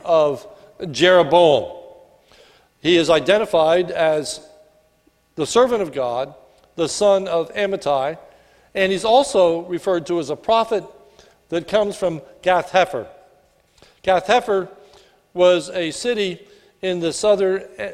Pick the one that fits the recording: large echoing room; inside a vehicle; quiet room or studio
large echoing room